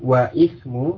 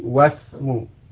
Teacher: Nah, ketika keadaannya demikian, berada di tengah-tengah kalimat atau ada kata lain yang mendahului, maka hamzah pada ismu itu tidak diucapkan, tidak dilafazkan, tetap tertulis tetapi tidak diucapkan, sehingga membacanya langsung ke huruf sinnya · Shown in: second take · wasmu. Jadi bukan wa'ismu, tapi wasmu.